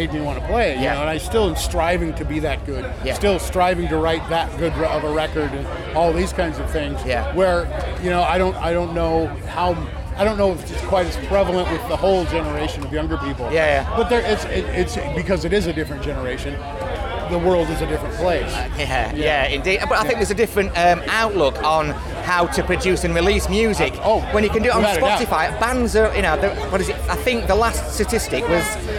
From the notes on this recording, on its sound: At Bloodstock Festival 2019.